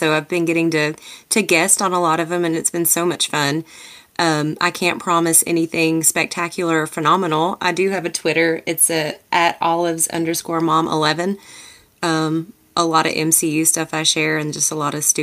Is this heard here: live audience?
no